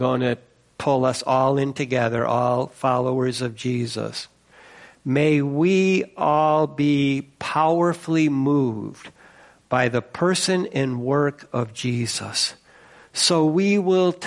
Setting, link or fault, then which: setting, large echoing room